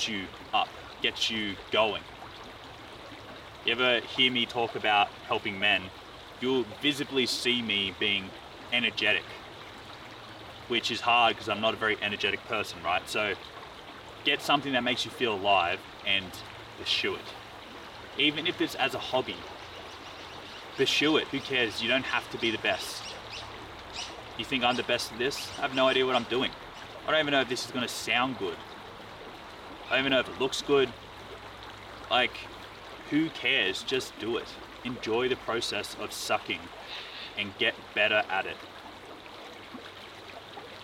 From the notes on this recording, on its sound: Travelled to the Dandenong Ranges in Victoria and recorded out in nature.